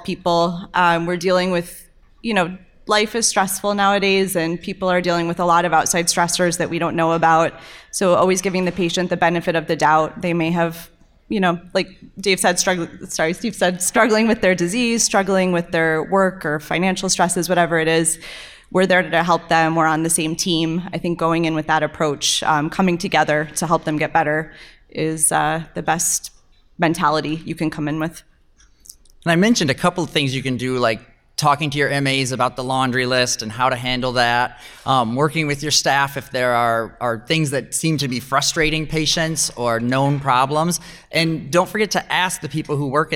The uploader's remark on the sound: Recorded Live at the Real World Dermatology For Residents Conference in Las Vegas, NV. In front of a live audience at the Real World Dermatology For Residents Conference. Sahara Hotel and Casino in Las Vegas, NV.